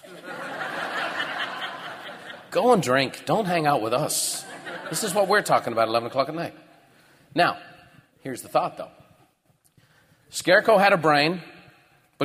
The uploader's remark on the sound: recorded at Buffini & Company’s The Peak Experience seminar